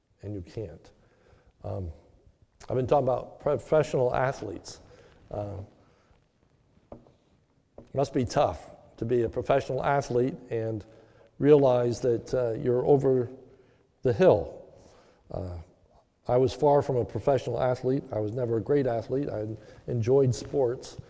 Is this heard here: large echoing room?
yes